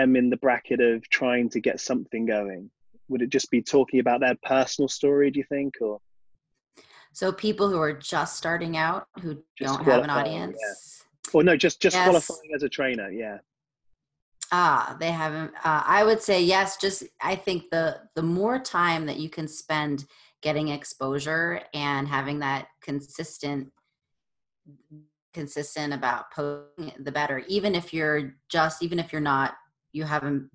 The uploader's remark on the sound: This podcast was recorded online during COVID-19 lockdown.